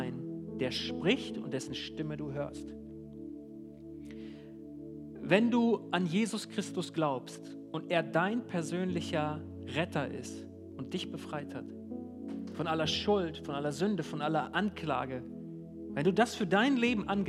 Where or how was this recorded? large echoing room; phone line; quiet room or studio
large echoing room